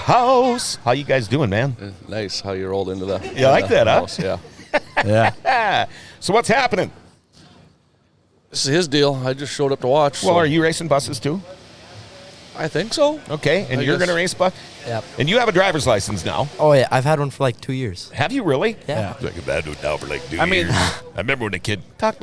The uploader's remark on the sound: we are live from the Greater Grand Forks Fairgrounds